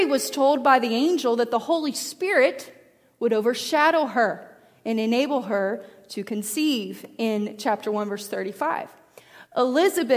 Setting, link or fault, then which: setting, large echoing room